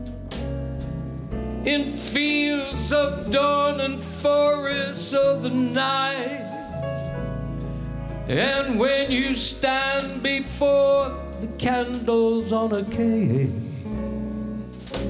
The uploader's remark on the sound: Live at the South Point Casino